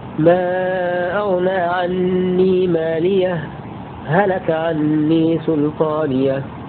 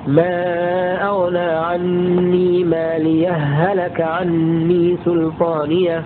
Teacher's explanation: أما كلمة مالية هلك حالات الوصل عندما نثبت الهاء وهم كل القراء إلا حمزة فإنه يحذف وصل، فلهم وجهان، الأول الإظهار وهو الأرجح، فالإظهار لا يكون إلا بسكتة لطيفة بدون تنفس على هاء مالية · Shown in: first take · إدغام الهاء الأولى في الثانية فننطقها هاء واحدة مشددة